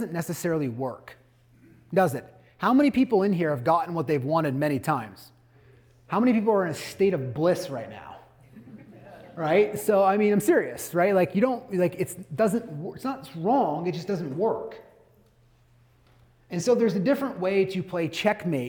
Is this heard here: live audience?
yes